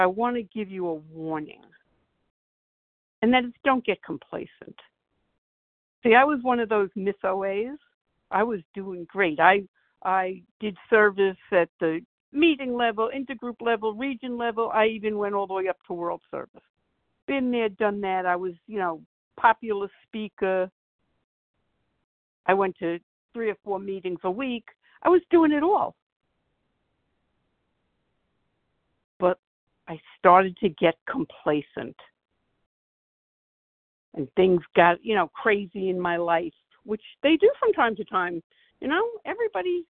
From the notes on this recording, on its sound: 100 Pounders Phone Meeting, 4/13/23.